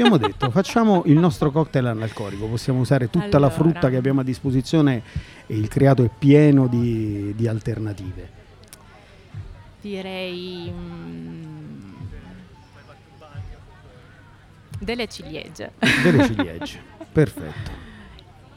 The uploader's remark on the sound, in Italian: La puntata è stata infatti registrata in un podcast live poco prima del Joy Music Fest nel parco di fronte al Baky Bay di Bellaria Igea marina